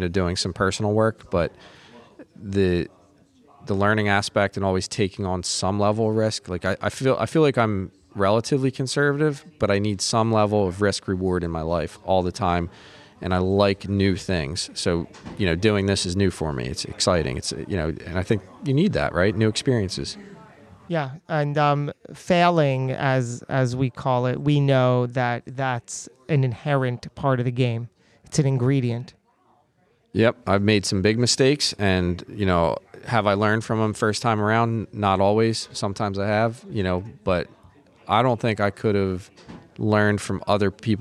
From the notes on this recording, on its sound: This episode was recorded live at PodMAX.